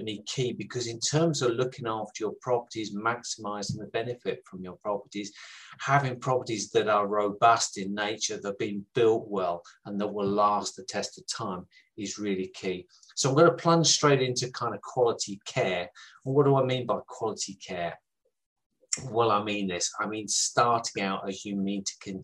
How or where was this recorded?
video call